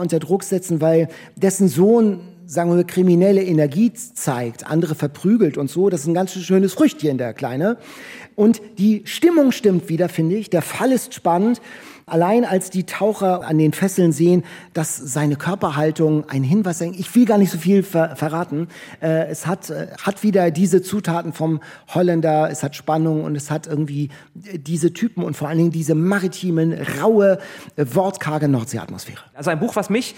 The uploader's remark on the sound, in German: Spaß mit dem Live-Publikum in der Empore in Buchholz